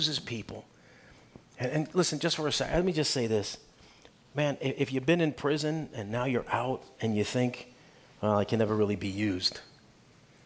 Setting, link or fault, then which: setting, large echoing room